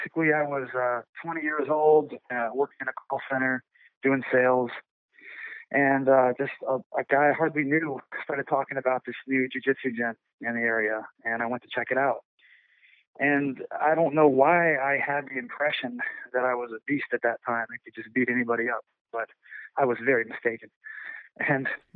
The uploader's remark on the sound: on today’s episode via phone